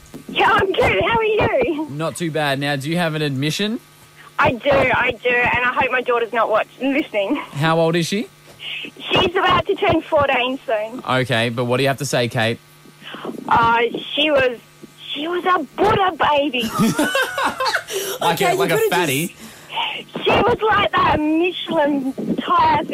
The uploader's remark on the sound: Phone call